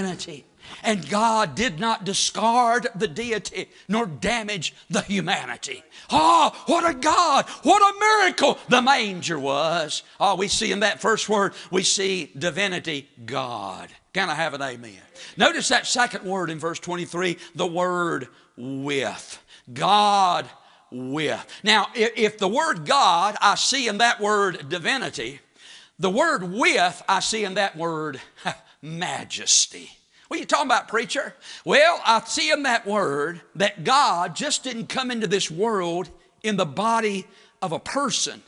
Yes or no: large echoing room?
yes